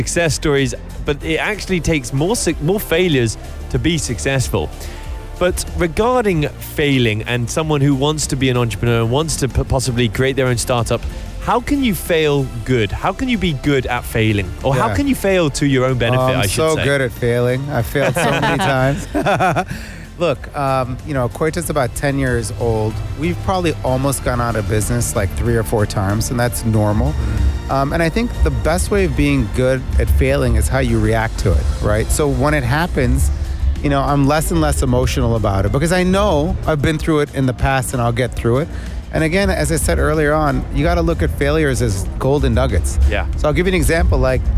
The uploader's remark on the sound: Live from SEF 2024